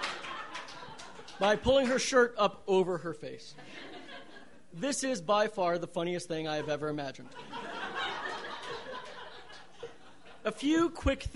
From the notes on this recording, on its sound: These stories were recorded on November 15, 2012 at The Deer Pile in beautiful Denver, Colorado.